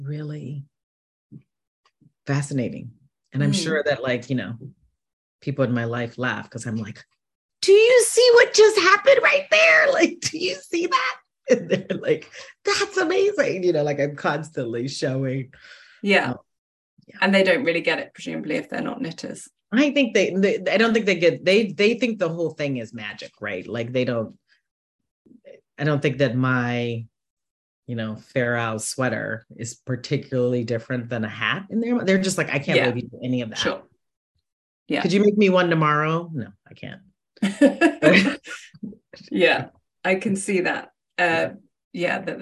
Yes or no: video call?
yes